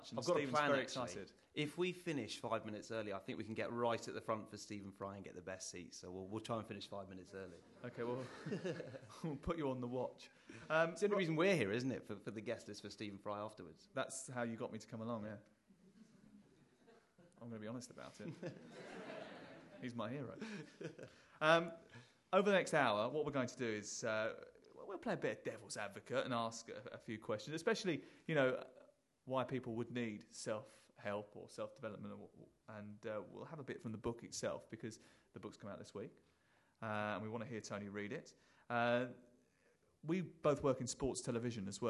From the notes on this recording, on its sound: ITunes Festival 2010 in London. Demonstrated on an audience member.